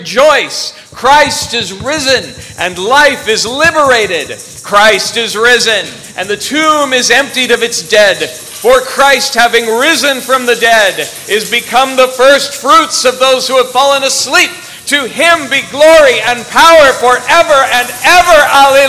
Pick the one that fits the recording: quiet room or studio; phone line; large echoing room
large echoing room